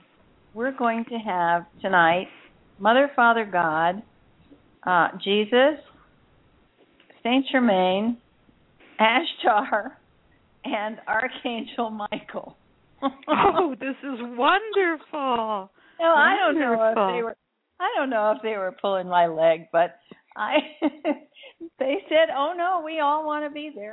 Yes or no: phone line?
yes